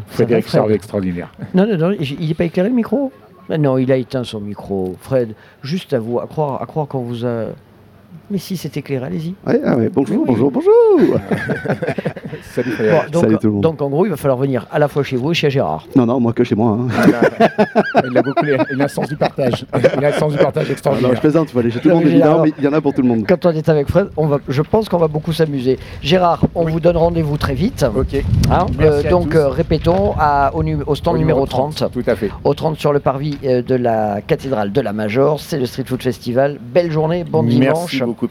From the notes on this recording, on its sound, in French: Troisième et dernier plateau de Radio Grenouille au Street Food Festival, le festival de la nourriture de rue, place de la Major, remplie de saveur.